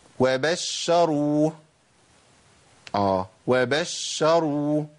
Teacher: لابد من تمكين زمن الرخاوه المظبوط في الشين الساكنه اول المشدد. ما احنا متفقين بقى، انا عندي اي حرف مشدد عباره عن حرفين، ساكن ومتحرك. · Term: الشين المشدده